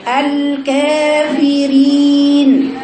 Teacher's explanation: لو دخلتي بالقرب من الياء هتبقى إمالة كبرى، تبقى تقولي يا يا، زي بالضبط لما أقولك الكافرين، الكا الكا كا الكافرين، ده عند الفتحة بالألف، كا الكافرين الكافرين.